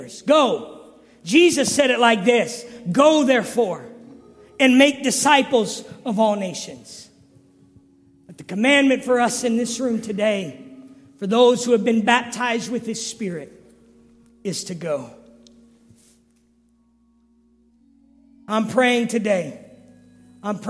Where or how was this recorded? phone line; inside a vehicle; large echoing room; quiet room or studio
large echoing room